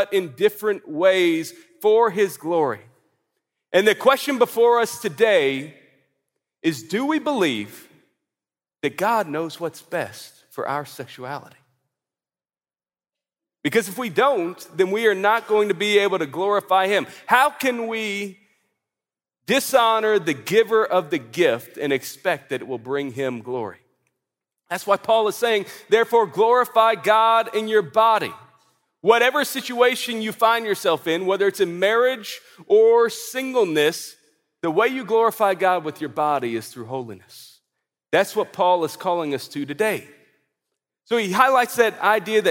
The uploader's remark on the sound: At the ERLC’s National Conference